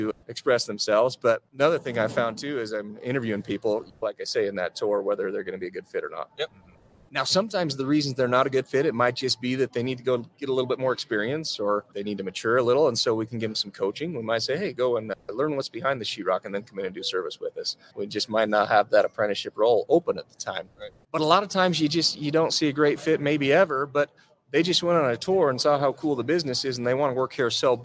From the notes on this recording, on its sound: We are still live in Las Vegas, NV for the Profit Rocket Summit!